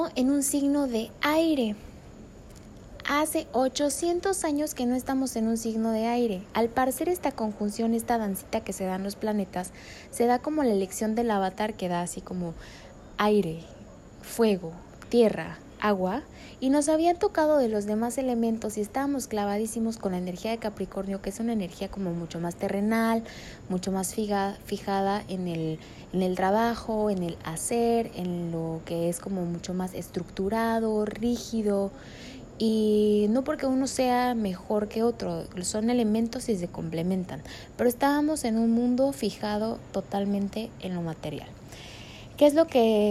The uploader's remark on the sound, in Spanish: Va crudo, en directo, con todo y perros, sin cortes, GMO's ni grasas trans añadidas.